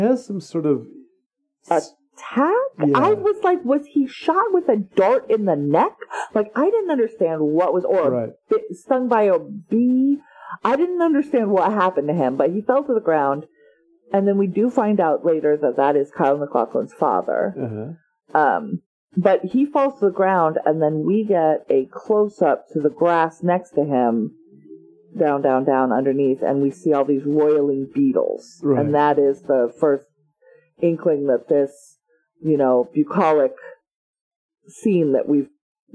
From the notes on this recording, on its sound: Apologies for the sound quality - the recording location was less than ideal